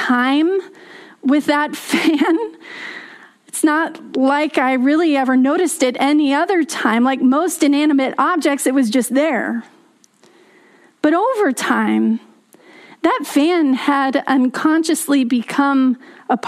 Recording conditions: large echoing room